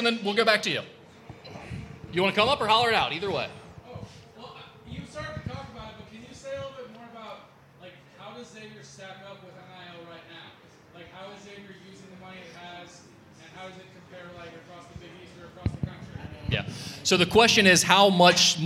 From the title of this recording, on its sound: Musketeer Report Live from Dana Gardens